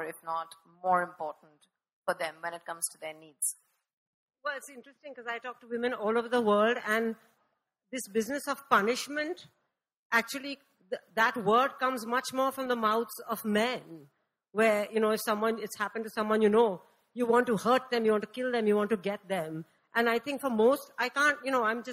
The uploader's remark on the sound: This episode is a live session from day 3 of #ZEEJLF2019.